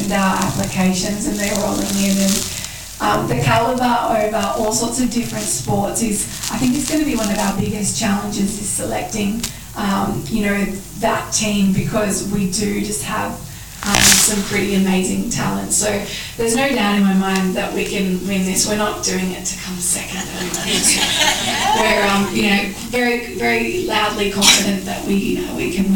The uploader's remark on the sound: Recorded live in front of an audience at a Trailblazers Women In Sport Business event in Sydney. Please note there are a few issues with the audio quality due to the unpredictability of recording a live event!